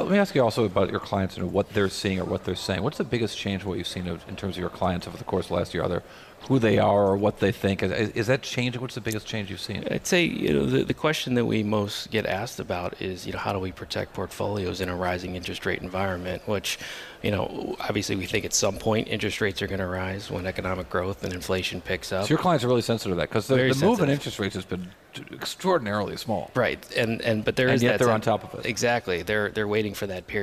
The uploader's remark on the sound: from Commonwealth Financial National Conference in San Diego